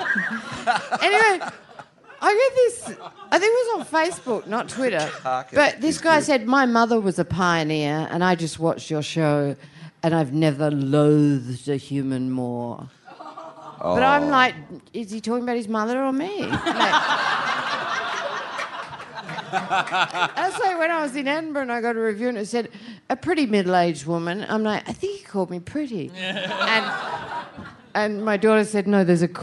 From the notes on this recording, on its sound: Recorded LIVE at The Rhino Room in Adelaide on February 13, 2016.